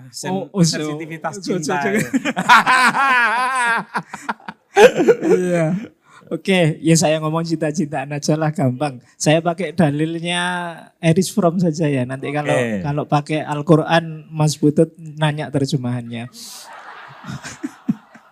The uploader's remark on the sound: PutCast Live on Stage International Conference on Religious Moderation (ICROM) ke-2. Konferensi ini diadakan di Yogyakarta.